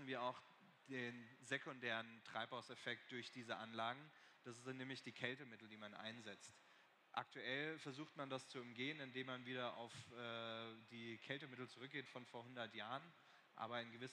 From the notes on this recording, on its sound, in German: LIVE Podcast auf dem InnoDay der TU Darmstadt